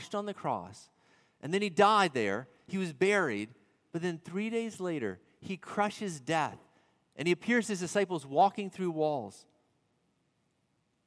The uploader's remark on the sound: At Redeemer Presbyterian Church in Charleston, SC